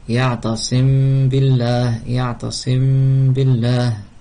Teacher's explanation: Donc ميم ساكن après un ba, on fait un ikhfa. Donc on ne finit pas de prononcer le ميم car on commence à prononcer le ba